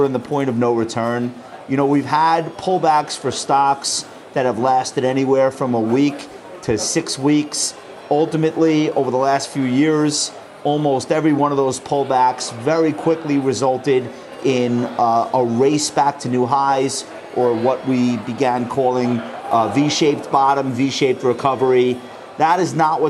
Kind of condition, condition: setting, busy venue